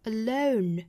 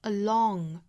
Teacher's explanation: 前鼻音的发音呢实际上是一个嗯的发音也就是舌尖的位置实际上是在上齿龈的地方抵住的嗯然后去用鼻子发声 · Shown in: first take · 嗯而后鼻音呢其实走的是这个口腔后部舌头根部和软腭的一个连接嗯一个是嗯，一个是嗯，当然都是用鼻子发声，但是运动到这个